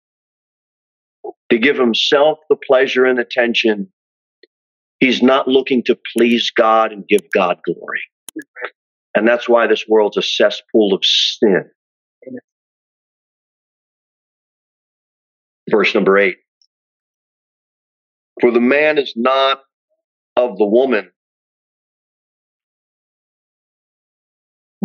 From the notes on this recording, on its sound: Sermon preached at Pilgrim Baptist Church. Cookeville, Tennessee, 38501 Pilgrim Baptist Church is a biblical independent Baptist church.